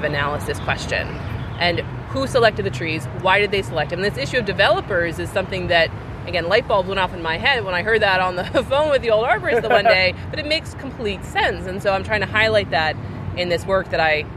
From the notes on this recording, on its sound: Recording outside on the Benjamin Franklin Parkway